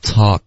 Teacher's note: 只是不要把这个 k 的这个音爆破出来就行了剩下的动作都需要它舌头的后部分还是需要顶上去上颚